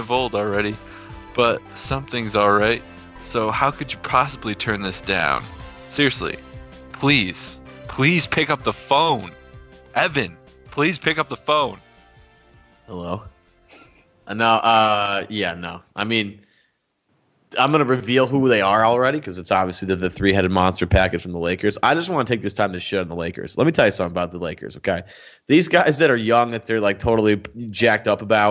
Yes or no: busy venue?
no